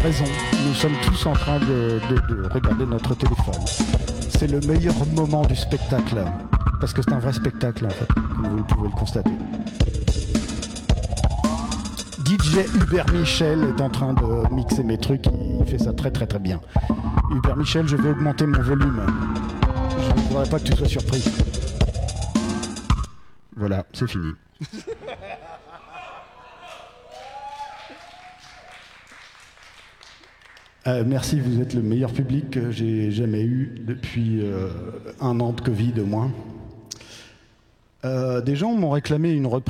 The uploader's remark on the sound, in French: Captation du concert. Au théâtre des 2 Rives, à Rouen, pendant l'occupation par le collectif Cultures en Lutte. Les instrus sont des midis joués par le téléphone.